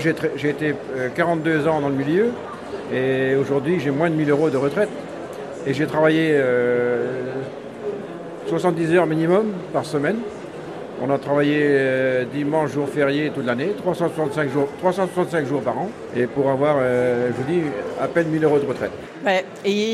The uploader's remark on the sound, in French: en direct du Salon de l'Agriculture 2024